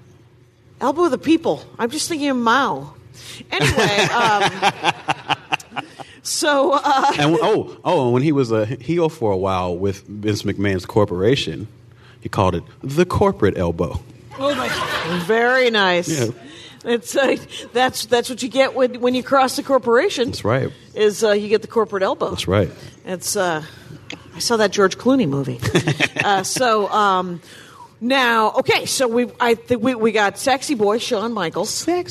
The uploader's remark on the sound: Live from Joco Cruise.